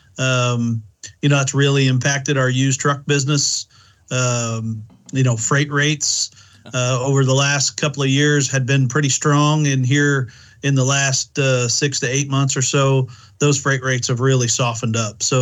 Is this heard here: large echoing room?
no